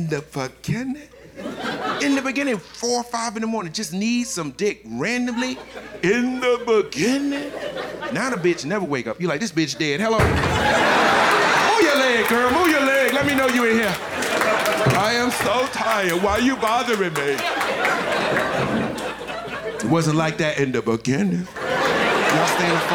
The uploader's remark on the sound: Live from Tribeca. An incredible hour of standup comedy.